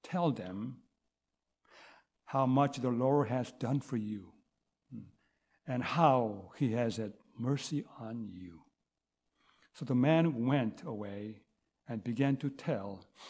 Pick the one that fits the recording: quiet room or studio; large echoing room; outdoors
large echoing room